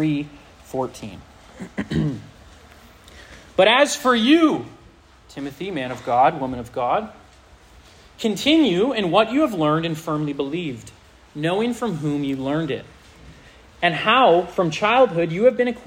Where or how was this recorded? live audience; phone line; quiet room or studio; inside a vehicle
live audience